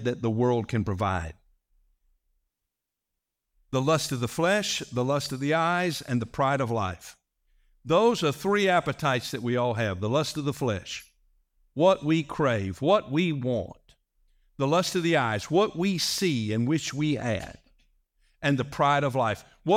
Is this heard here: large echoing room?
yes